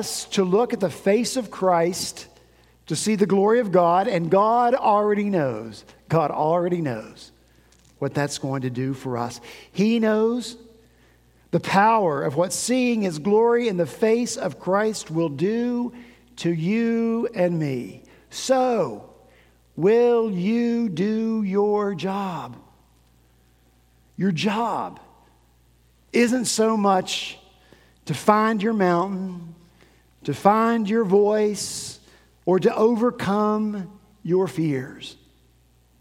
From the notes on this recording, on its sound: At Redeemer Presbyterian Church in Charleston, SC